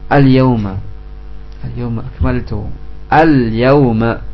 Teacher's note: Lam sukun dibaca jelas ya. Karena setelahnya huruf ya.